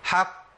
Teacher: بدي زمن زياده شويه، حق، وكاني بجيب قافين